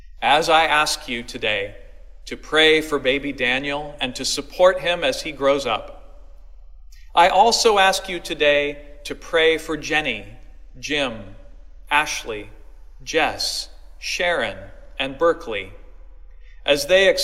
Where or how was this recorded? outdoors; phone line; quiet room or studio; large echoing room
large echoing room